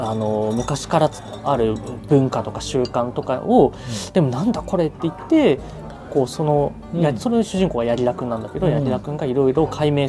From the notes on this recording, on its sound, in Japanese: 初の勝手に公開収録、居酒屋店内でのゆるゆるフリートーク回です